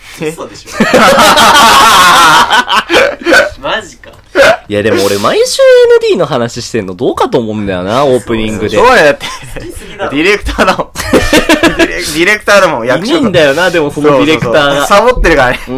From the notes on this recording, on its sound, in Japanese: まずは音割れを反省すべし。Radiotalk。